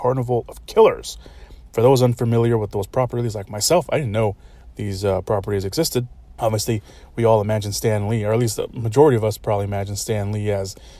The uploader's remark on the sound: Forgive me again, for the scuffed audio on this one. I recorded this from my car, with the window cracked, which obviously not ideal for podcast recording but I did my best.